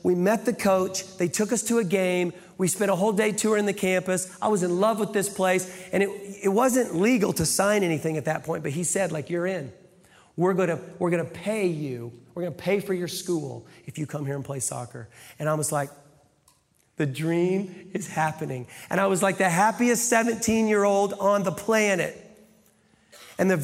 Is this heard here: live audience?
yes